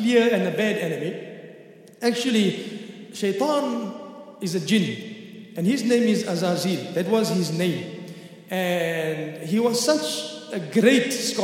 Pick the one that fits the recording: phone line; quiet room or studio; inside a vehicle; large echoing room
large echoing room